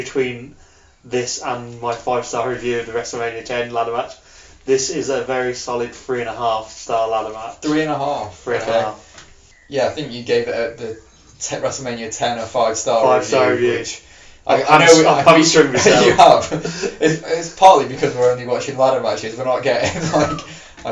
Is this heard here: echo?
yes